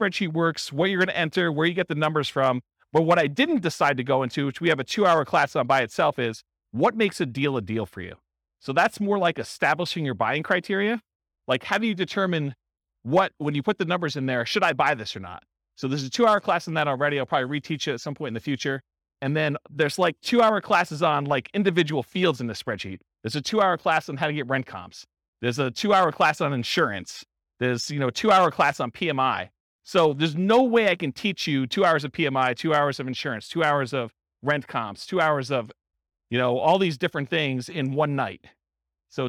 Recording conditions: live audience